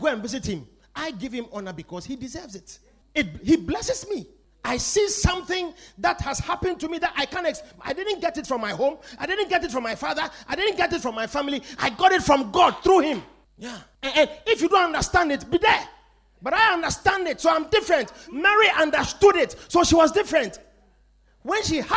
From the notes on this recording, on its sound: Preached at The Victory Secrets Service.